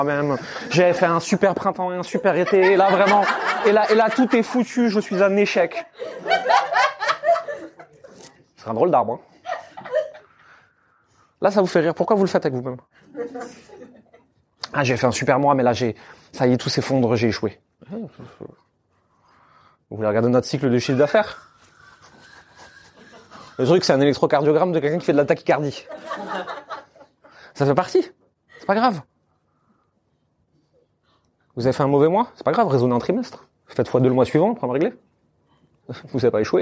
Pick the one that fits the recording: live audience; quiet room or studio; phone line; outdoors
live audience